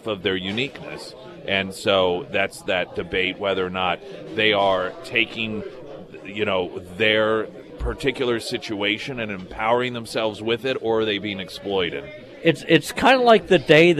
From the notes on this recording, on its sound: live at Scramblers Diner for the Friday Road Show